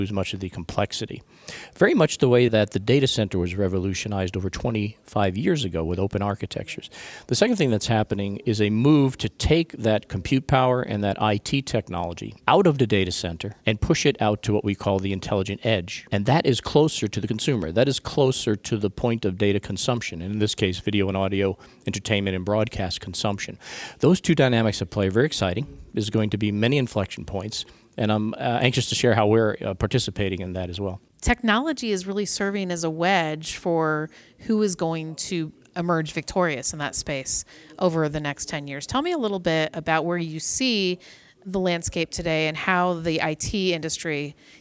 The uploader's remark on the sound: joins Intel live at NAB Show 2017